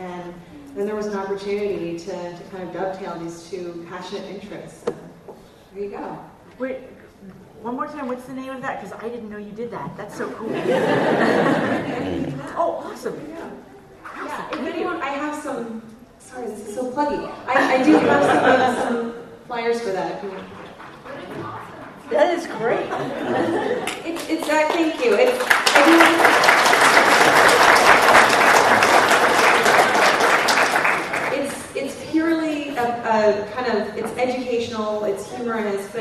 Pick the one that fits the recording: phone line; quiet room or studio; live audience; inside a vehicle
live audience